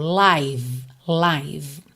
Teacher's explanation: O E final também não é pronunciado. Só que esse I aí é o I longo, tá? Com aquele som aberto, como se fosse AI, um ditongo.